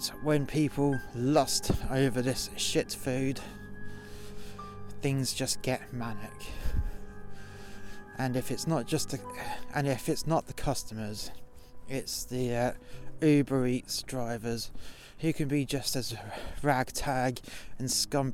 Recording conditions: outdoors